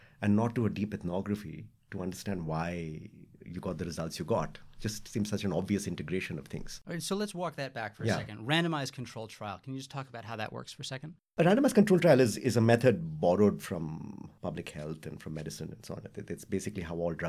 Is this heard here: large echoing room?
no